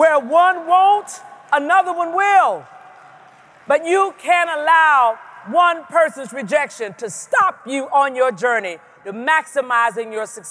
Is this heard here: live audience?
yes